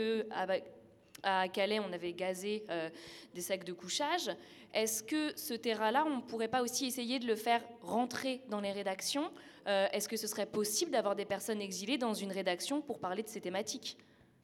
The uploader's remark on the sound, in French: nous nous questionnons en public à la Générale